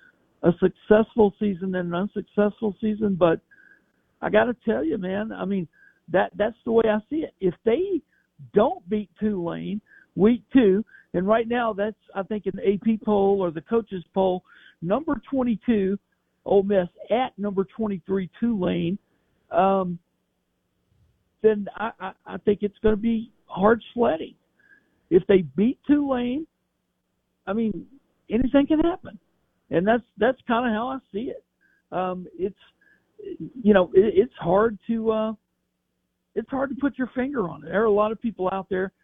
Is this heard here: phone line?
yes